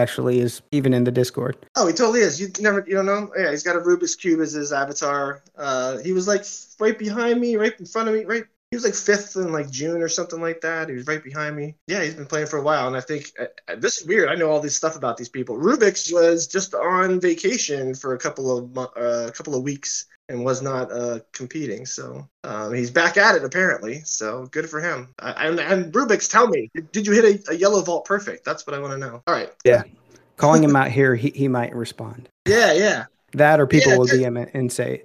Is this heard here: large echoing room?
no